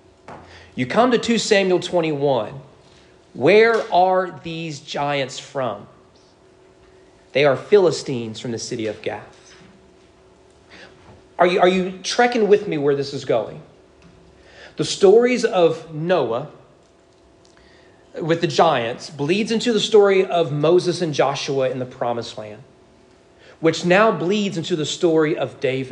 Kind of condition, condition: setting, large echoing room